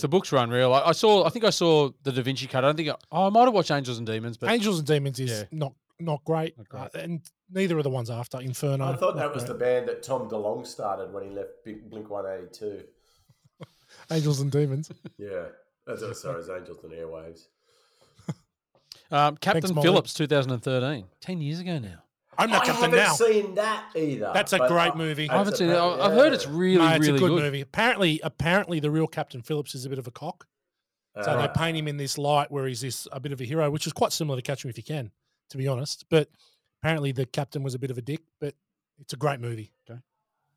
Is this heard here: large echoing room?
no